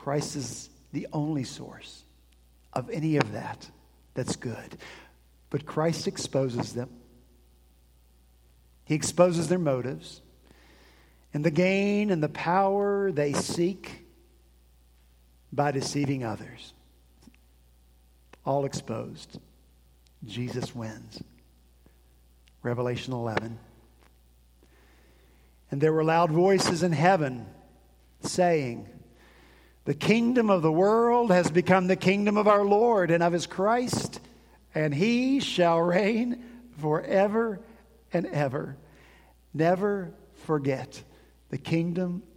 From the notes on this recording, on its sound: At Redeemer Presbyterian Church in Charleston, SC